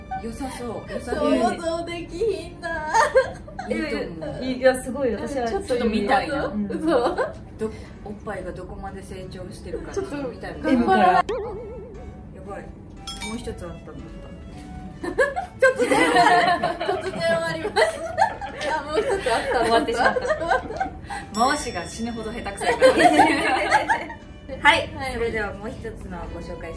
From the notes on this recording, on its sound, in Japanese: 公開収録。